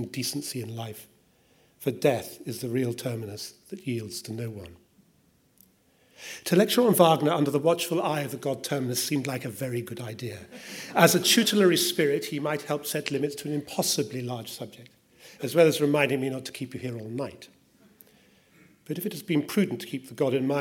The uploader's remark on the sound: Winter Lecture at the British Museum.